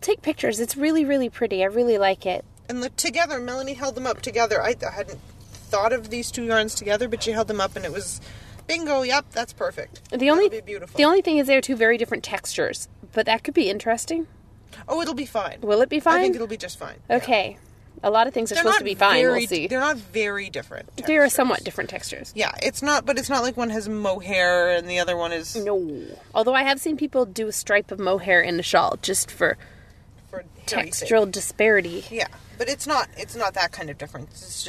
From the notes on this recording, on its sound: podcast from the car